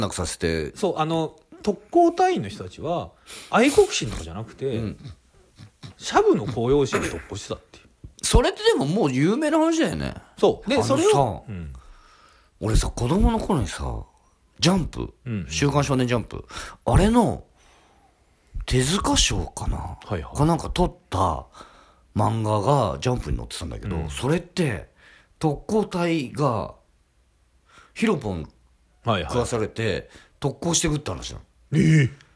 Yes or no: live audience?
no